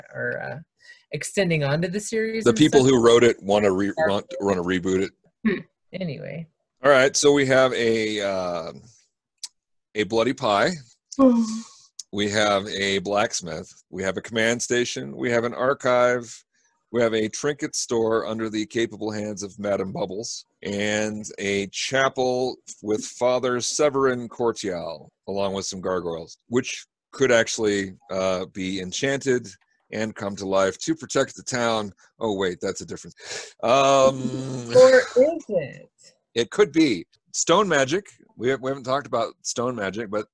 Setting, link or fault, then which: link, video call